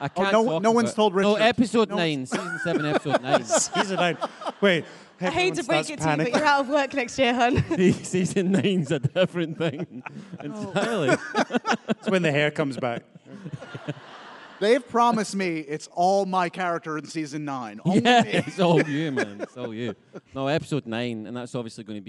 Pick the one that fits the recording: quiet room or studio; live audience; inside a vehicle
live audience